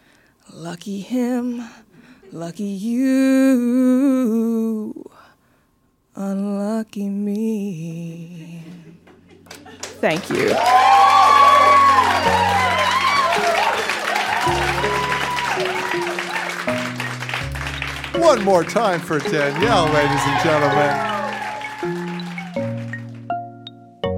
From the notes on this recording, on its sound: Recorded live in Chicago.